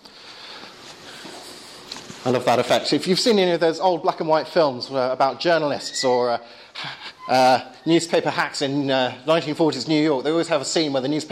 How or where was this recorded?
live audience